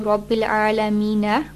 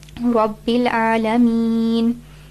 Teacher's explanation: because we are coming to the end of an ayah, we put a sukoon on the last letter · Shown in: second take · So we're not going to stop by saying Rabbil Alameena.